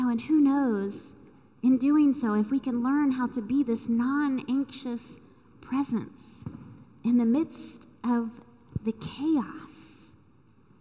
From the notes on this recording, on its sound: Recorded live during the Sunday worship service.